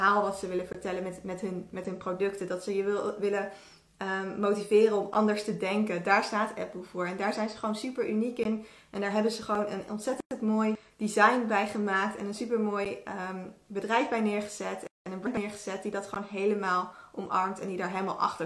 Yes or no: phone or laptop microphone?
yes